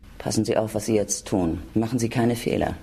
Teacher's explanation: Also man hört, die Stimme brummt ganz schön, aber vorne rum klingt es doch weiblich. Genau. Also wie gesagt, die Weiblichkeit wird durch die Resonanzfrequenzen, durch die Formanten signalisiert.